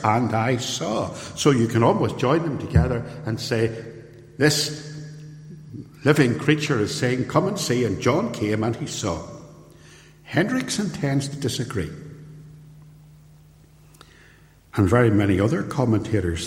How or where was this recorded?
large echoing room